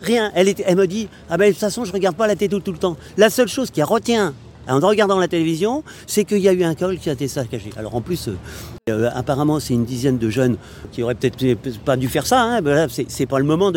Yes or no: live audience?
no